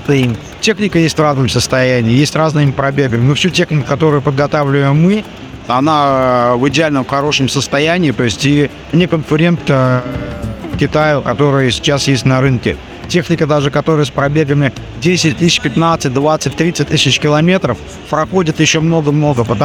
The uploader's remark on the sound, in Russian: Интервью на выставке Мотовесна 2023. Записано на выставке МОТОВЕСНА 2023 в Москве на Красной Пресне в период с 31 марта по 2 апреля в рамках серии репортажей с места событий.